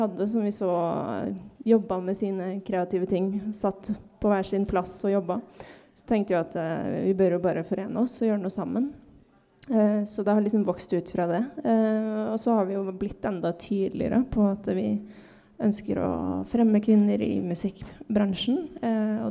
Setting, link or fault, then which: setting, busy venue